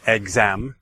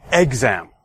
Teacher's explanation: the stress is placed on the second syllable · Shown in: first take